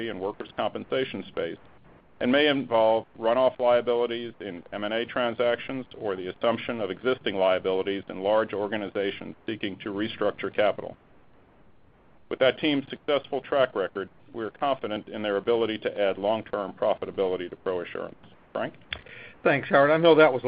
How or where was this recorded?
phone line